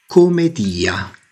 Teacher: probabilmente pronunciata con un accento tonico sulla I